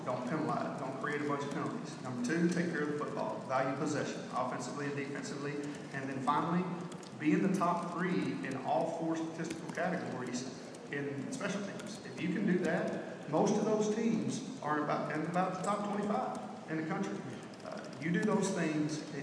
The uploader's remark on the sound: Q&A at Big 12 media days 2016